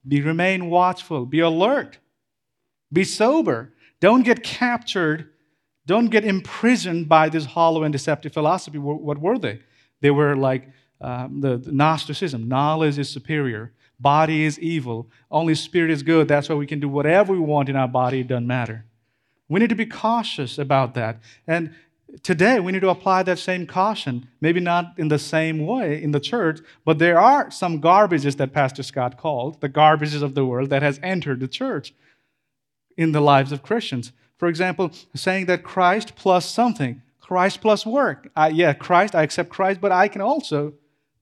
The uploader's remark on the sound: This Sermon was preached at CrossPoint Church, MS, Starkville.